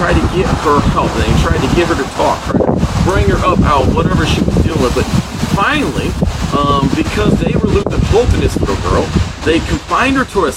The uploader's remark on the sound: Unfortunately, there is a lot of noise in the video for Today. Broadcasting/recording while outside.